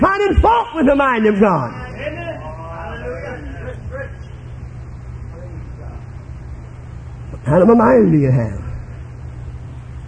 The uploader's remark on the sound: This was preached at Life Tabernacle Camp Meeting in Baton Rouge, LA.